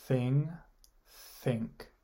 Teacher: So my tongue protrudes between my teeth. Nice. And I'm pushing air between the top of my tongue and my teeth. · Term: th sound